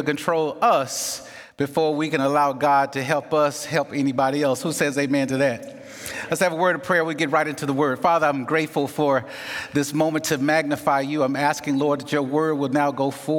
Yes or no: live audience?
yes